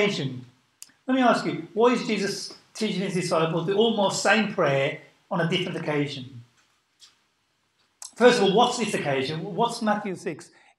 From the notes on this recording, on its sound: Sunday Service 10:40am LIVE STREAM